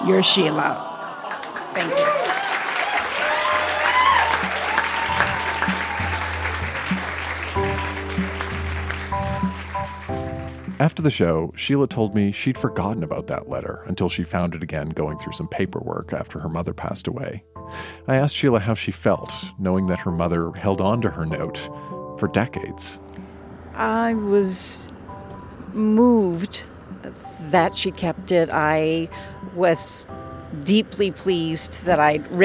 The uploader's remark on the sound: Recorded live at the Mercury Room in Edmonton, AB.